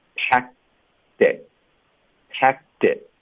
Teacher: pack 的这个科音会省略，会靠顶舌根导致停顿的